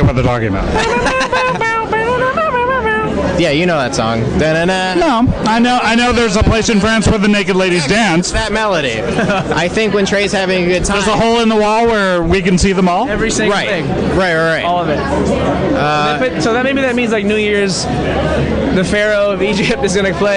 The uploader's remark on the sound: clips recorded at the show